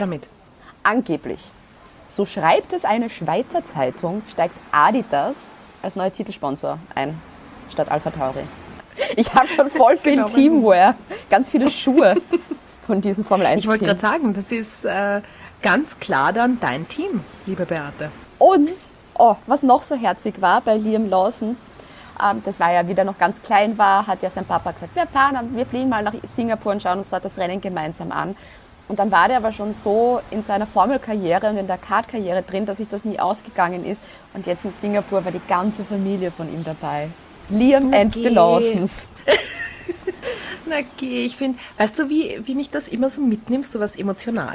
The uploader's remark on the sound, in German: Hintergrundgeräusche gibts oben drauf